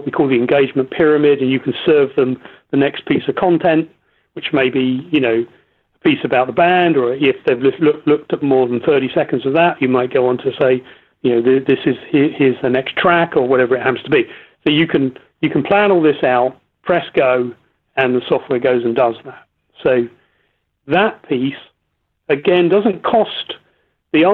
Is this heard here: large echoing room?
no